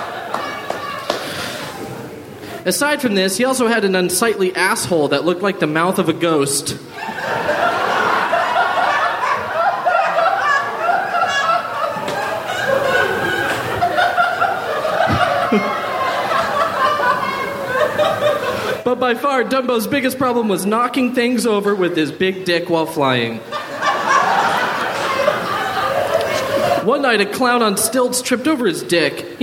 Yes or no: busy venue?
yes